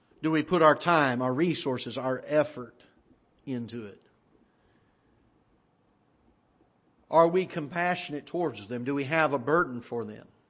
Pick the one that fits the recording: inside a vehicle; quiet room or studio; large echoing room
large echoing room